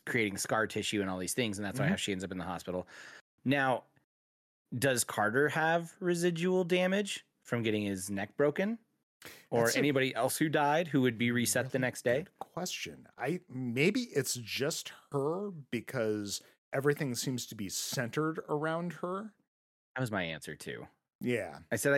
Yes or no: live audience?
no